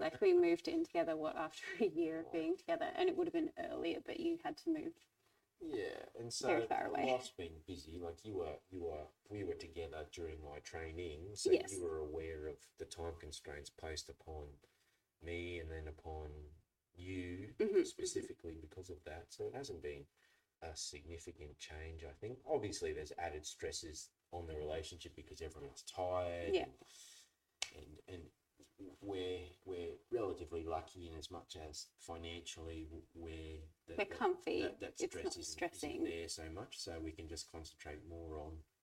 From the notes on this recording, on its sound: We apologise for the audio, we've done our very best in post production to make it the best it can be.